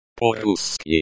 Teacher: Is pronounced with a slight emphasis on the ru syllable.